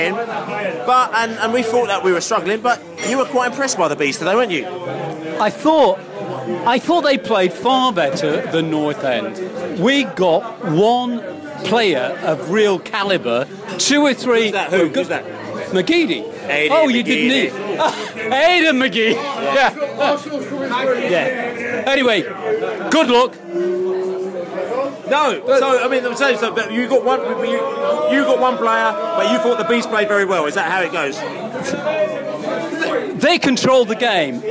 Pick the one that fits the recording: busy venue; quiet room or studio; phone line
busy venue